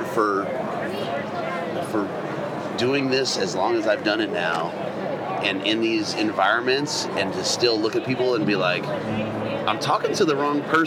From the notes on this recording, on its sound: Hunt Expo Live From the Initial Ascent Mountain Dude Table. It was so good to be back at the Western Hunting and Conservation Expo in Salt Lake, recording live eps.